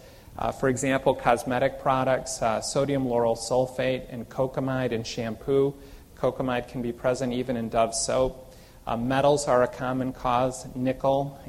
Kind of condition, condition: setting, large echoing room